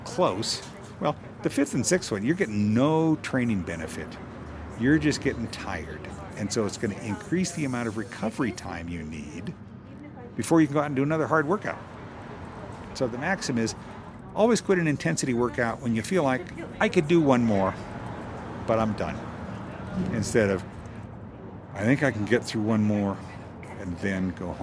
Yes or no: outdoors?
yes